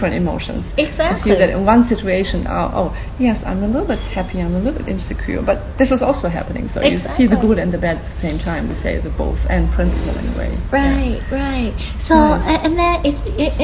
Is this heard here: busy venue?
yes